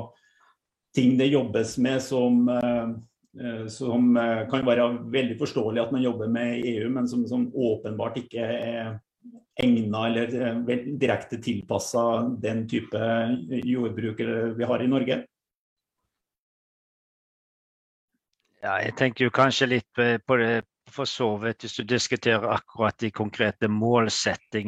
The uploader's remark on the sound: Live Zoom